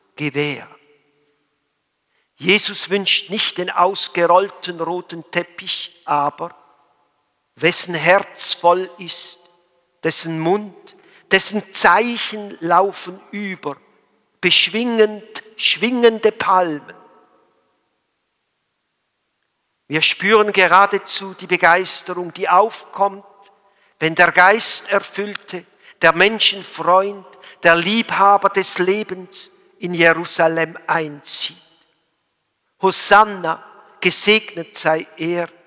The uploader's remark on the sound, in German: Gottesdienst Palmsamstag 27.03.2021